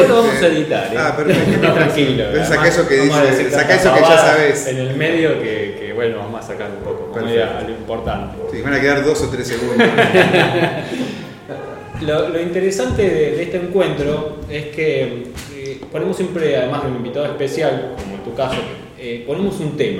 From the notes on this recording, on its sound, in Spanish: Después de tener el cuarto encuentro en Gcomics Meetup, les traemos lo que fue la charla